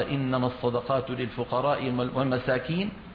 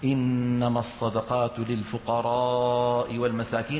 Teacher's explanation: فقال أقرأنيها إنما الصدقات للفقراء والمساكين، فمد صوته في الفقراء · Shown in: second take